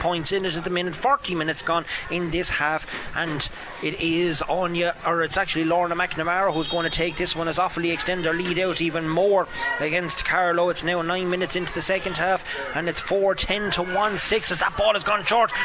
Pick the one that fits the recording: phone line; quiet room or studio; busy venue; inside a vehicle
busy venue